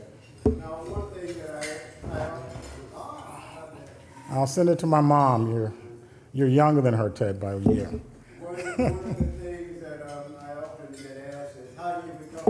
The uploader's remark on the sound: At the Council of American Ambassadors' Spring Conference